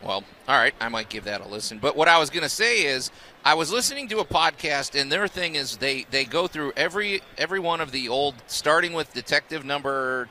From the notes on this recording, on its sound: broadcast live from The Home Show of the MidSouth.